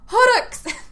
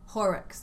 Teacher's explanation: And they do get to sleep, but Claire wakes up suddenly shouting, "Horrocks!" Well, probably not with that kind of R. Probably Horrocks, like that, with an English retroflexive R. · Shown in: second take